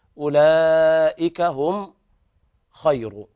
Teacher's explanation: الميم هنا إظهار شفهي لوقوع الخاء بعد الميم الساكنة، ولاحظتم في المصاحف يضع العلماء رأس الخاء بدون نقط على الميم، دل ذلك على إظهار الميم عند الخاء.